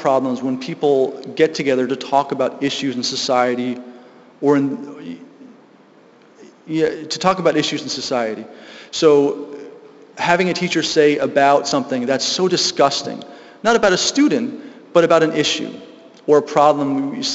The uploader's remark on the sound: Live from GLSEN South Hadley